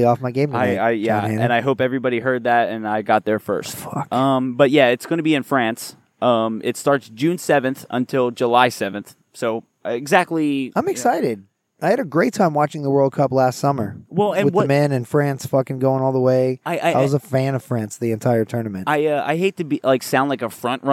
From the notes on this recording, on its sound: Recording at Lake Eola.